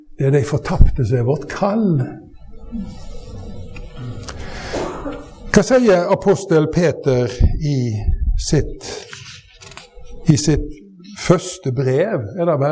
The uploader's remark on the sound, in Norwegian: Vi beklager at lydkvaliteten denne gangen er dårligere enn vanlig.